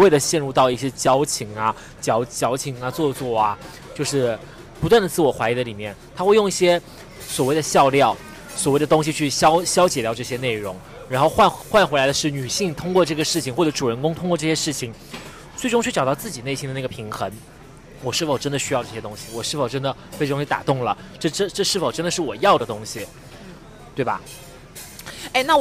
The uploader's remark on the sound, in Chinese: 在看完电影后的第一时间我们就在餐厅里进行了录制。我们在餐厅录制途中数次与服务员沟通的内容我也保留在了音频中。